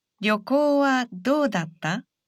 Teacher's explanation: It's a question, so say this sentence with a rising intonation.